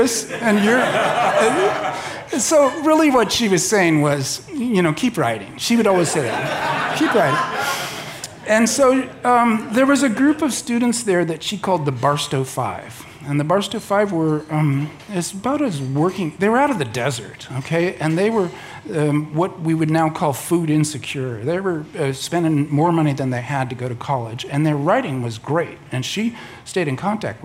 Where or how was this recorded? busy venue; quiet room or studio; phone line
busy venue